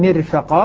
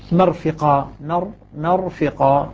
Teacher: الذي يكسر الميم يرقق الراء، والذي يفتح يفخم الراء